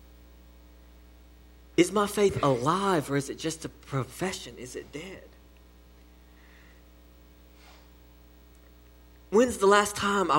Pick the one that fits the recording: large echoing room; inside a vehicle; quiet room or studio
large echoing room